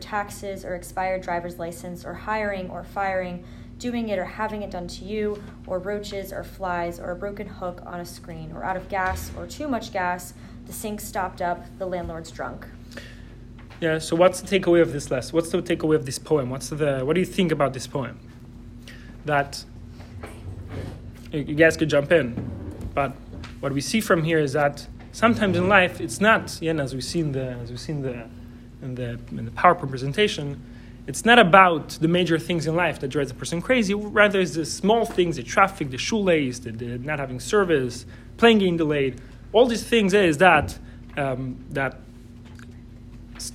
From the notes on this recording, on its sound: This is a recording of the Wednesday night weekly Torah class on the JLI "How Happiness Thinks" course at YJP Atlanta.